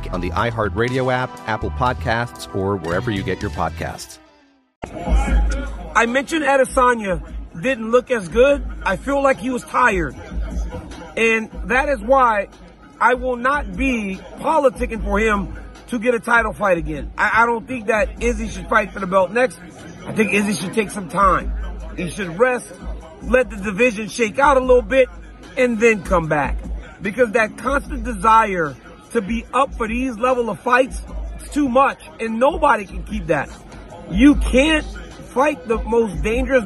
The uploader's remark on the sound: LIVE from the octagon in Sydney, Australia